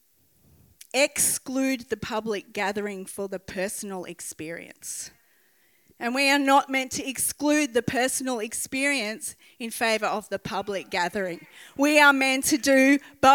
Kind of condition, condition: setting, large echoing room